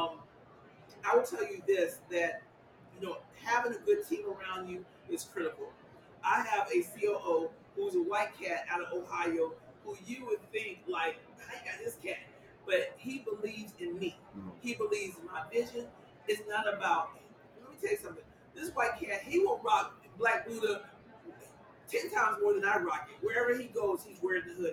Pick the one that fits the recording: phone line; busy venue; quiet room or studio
busy venue